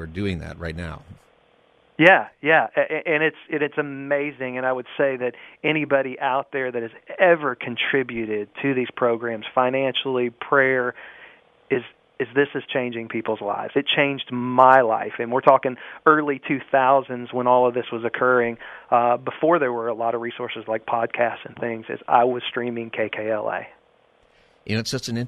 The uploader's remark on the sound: Open Phone Friday.